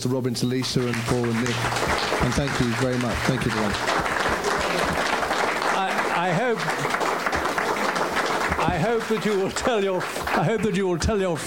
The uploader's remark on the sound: The Q & A that was recorded from this evening. (Walthamstow International Film Festival).